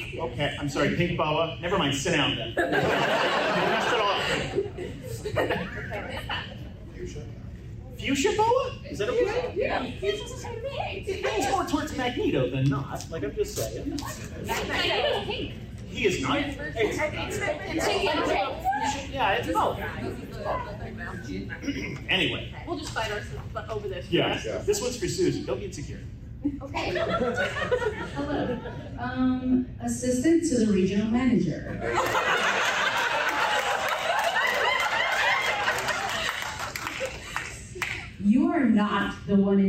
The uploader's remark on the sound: Dragoncon 2023 Live Show